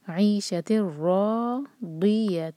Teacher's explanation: عیشت الرا، را پر فتحہ، ساتھ میں الف، دو حرکہ لمبا کریں گے اور منہ بھر کر پڑھیں گے، را ہیوی ہے